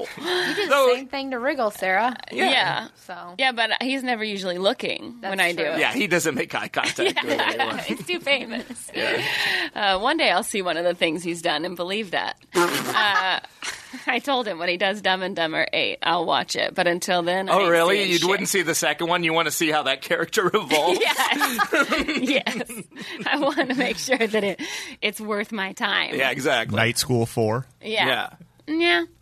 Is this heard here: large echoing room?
no